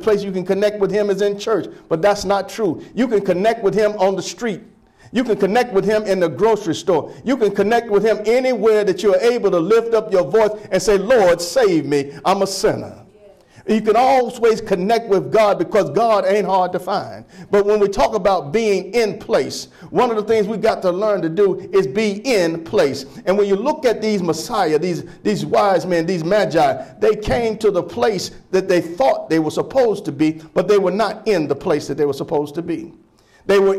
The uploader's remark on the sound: Sermon preached from Wesley AME Zion Church.